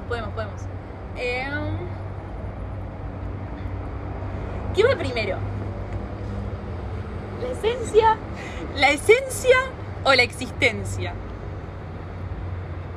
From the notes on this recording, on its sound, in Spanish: perdón por los ruidos raros